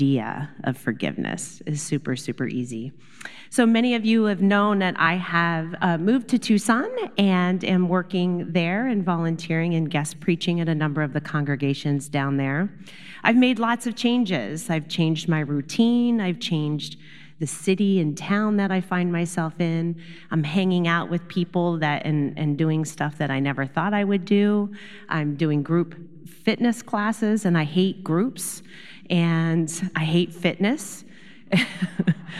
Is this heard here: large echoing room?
yes